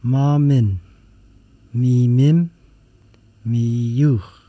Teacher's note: The M sound is made by two lips coming together and touching and out through the nose.